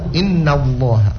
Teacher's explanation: na tipis, lohnya yang tebal